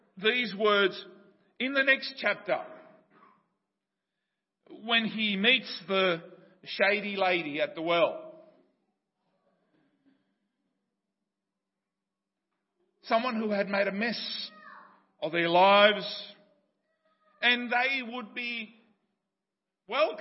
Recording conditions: large echoing room